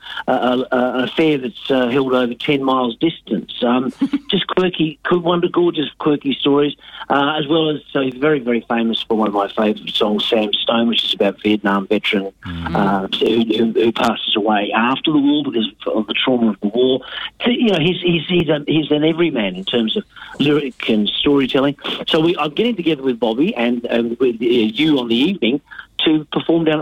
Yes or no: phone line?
yes